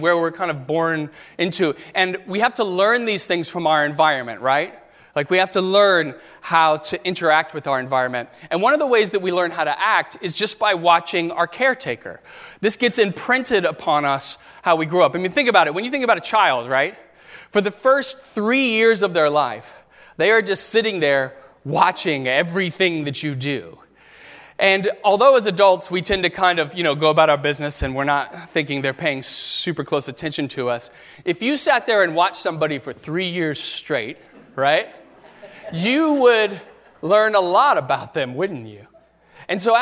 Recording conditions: large echoing room